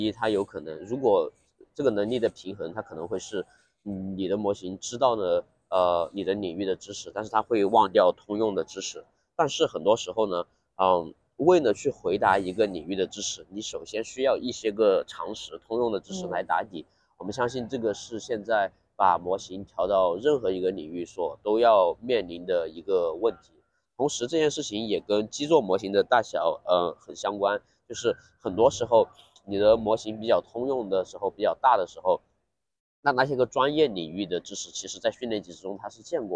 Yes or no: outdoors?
yes